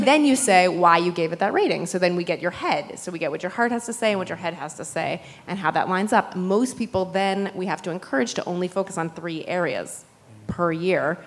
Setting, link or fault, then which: setting, busy venue